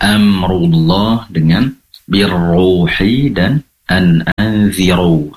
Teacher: Di sini ro-nya semuanya tebal karena berharakat dhammah. Tentunya cara menebalkan ro yang memiliki sifat tebal atau mufakhom dengan cara mengangkat pangkal lidah ke atas